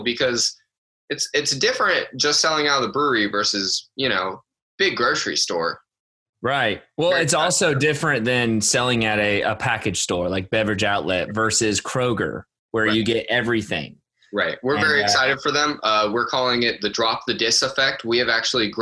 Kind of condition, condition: link, video call